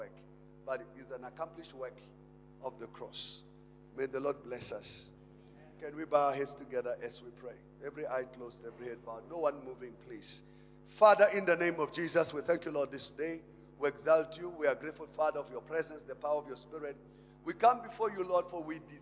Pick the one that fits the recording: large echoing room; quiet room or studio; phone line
large echoing room